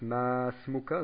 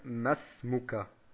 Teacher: das Alif, das heißt der Langvokal vom Ma, wird gekürzt, muss gekürzt werden · Shown in: second take · Also im Gesprochenen, in der Aussprache, nicht in der Schrift.